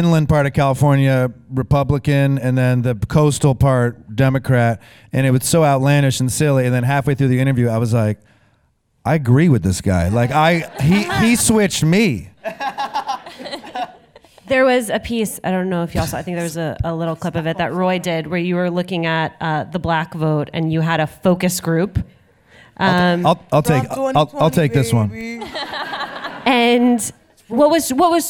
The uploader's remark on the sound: The Daily Show Correspondents' 92nd Street Y Panel